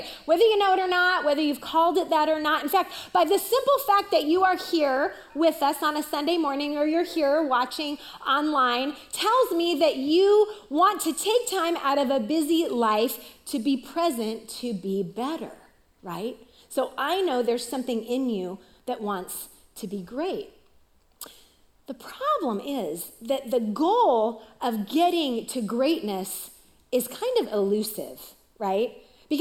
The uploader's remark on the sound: Recorded live at CrossWinds Church on May 7, 2023.